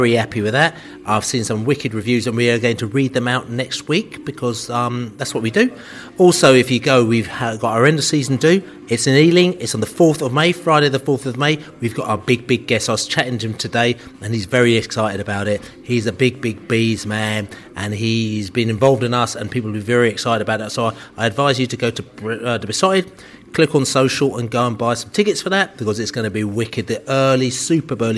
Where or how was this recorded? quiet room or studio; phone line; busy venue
busy venue